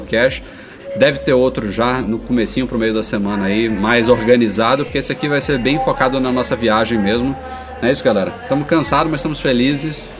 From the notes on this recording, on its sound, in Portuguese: Em um podcast especial gravado no aeroporto de Munique (Alemanha).